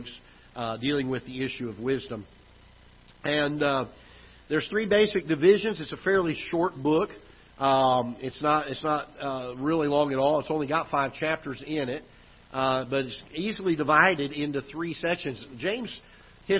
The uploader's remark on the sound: Ketha Heights Baptist Church ~ Live Broadcast.